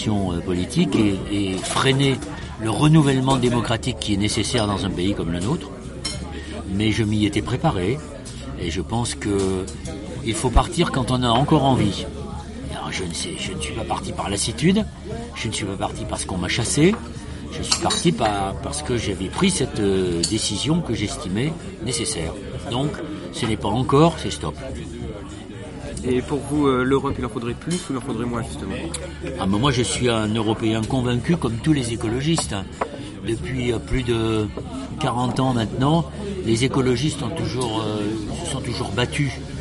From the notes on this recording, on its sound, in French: Cette interview a été enregistrée le 9 novembre 2018 dans le café Fluctuat Nec Mergitur, place de la République à Paris.